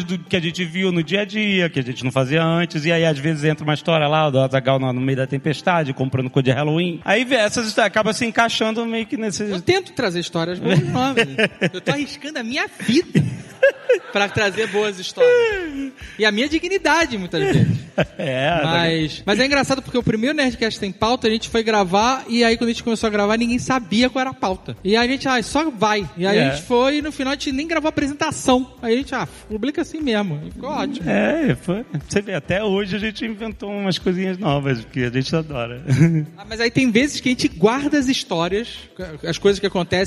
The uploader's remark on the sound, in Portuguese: Ao vivo no Spotify Podcast Festival